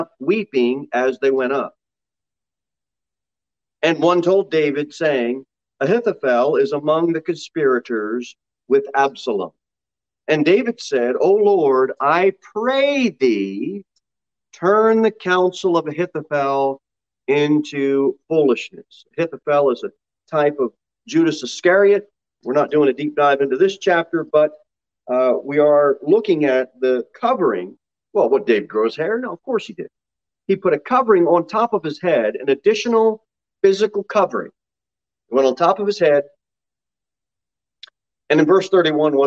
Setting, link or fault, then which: setting, large echoing room